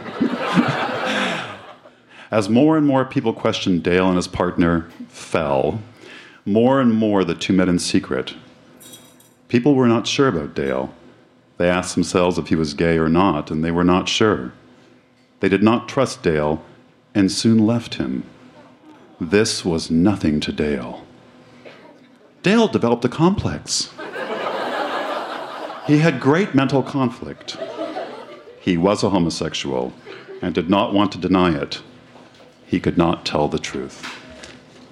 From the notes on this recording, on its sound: Recorded live at Electric Owl Social Club in Vancouver, BC.